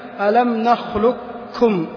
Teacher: والحرف المدغم هو القاف وصفته الاستعلاء، فيذهب الحرف وتذهب صفة الاستعلاء ويبقى كاف في كاف · Term: الإدغام الكامل